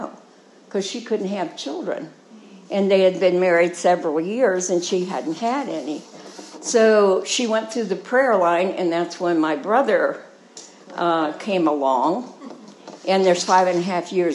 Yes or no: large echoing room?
yes